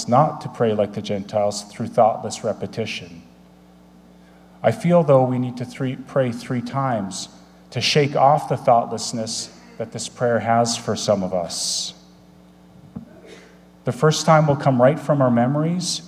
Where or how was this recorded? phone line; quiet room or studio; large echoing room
large echoing room